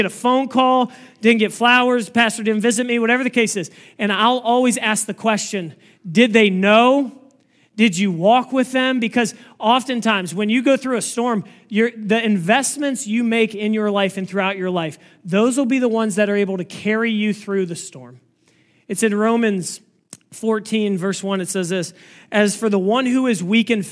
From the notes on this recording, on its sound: This message was preached on August 20, 2023 at FIVE39 Church.